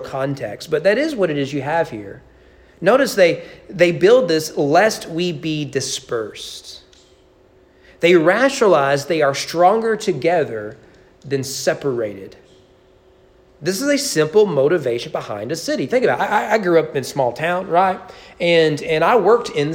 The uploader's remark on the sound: Sermon preached at East Frankfort Baptist Church on March 6, 2022 during evening worship.